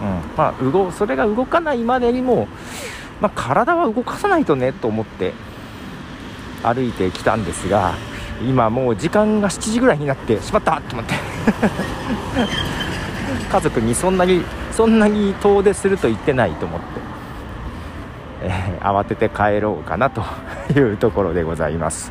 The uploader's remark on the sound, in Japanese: 散歩をしながら街をリサーチ。近所を歩きながら、どんな店が営業をしてるのかなんかを眺めています。